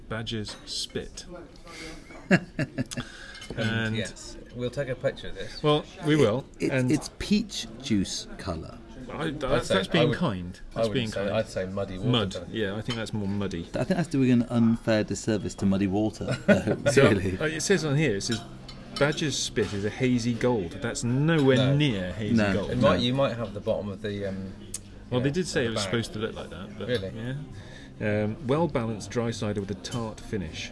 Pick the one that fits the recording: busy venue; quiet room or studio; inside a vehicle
busy venue